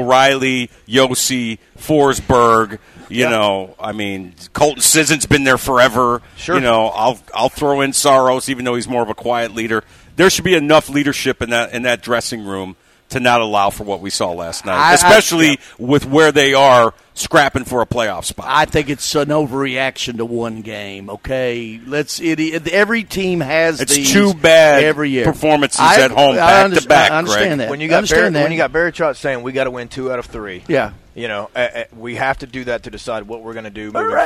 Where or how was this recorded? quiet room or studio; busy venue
busy venue